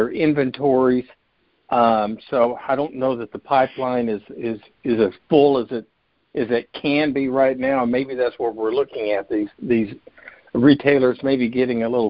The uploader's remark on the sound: Monthly Conference Call